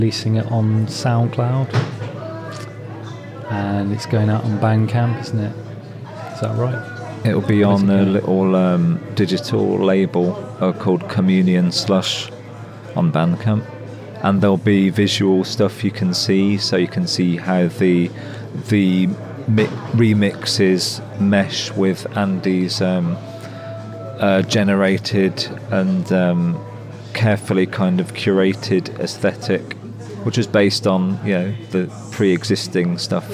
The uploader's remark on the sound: At Leicester’s Phoenix Arts Centre. The Phoenix, known for its support of artistic innovation, served as a fitting venue. Recorded in the café area amidst the sounds of daily life.